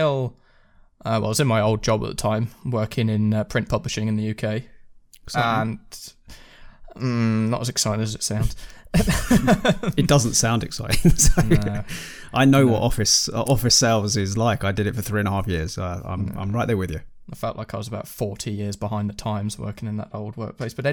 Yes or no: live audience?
no